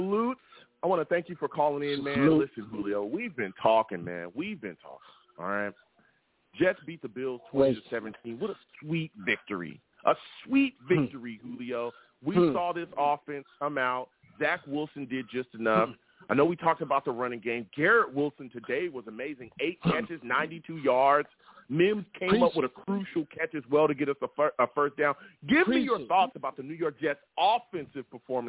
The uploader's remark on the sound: Live immediately after the Jets game against the Bills, I sat down and discussed the game! The callers went crazy on this show and the takes were flying! I take live callers!